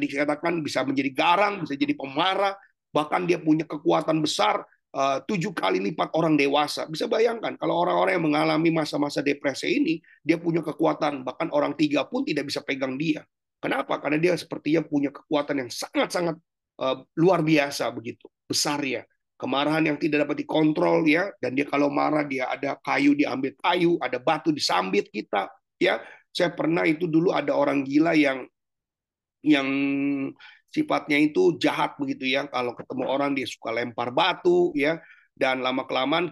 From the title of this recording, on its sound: Zoominar